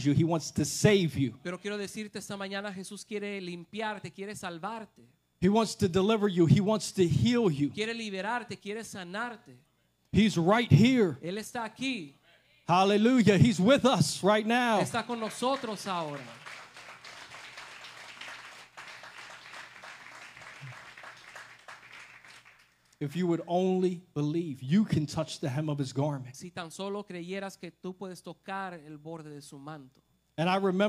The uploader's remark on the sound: This message was recorded at Generación Victoriosa Church in Calexico, California. The message was translated into Spanish so listeners can hear it in both English and Spanish.